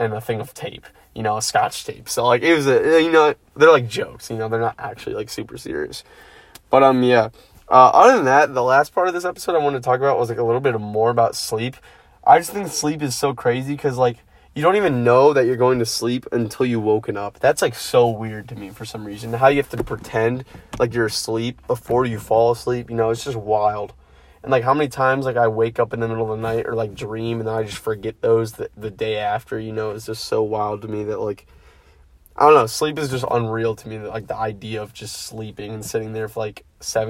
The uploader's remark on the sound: first podcast in my car!